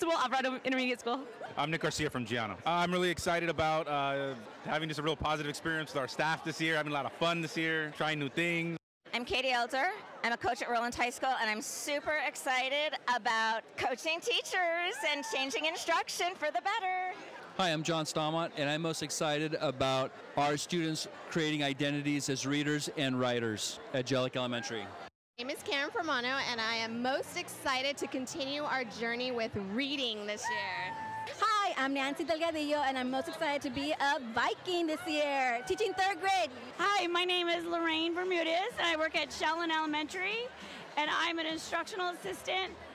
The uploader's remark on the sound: Parking Lot Podcast. Recorded at our awesome RUSD kickoff! We are educators in Rowland Unified School District in Southern California.